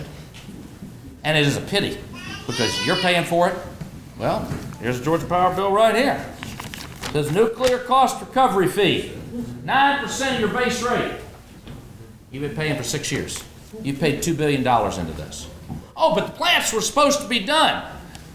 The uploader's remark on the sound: Gave brief speeches and answered questions from the audience. Stump speech and Q&A.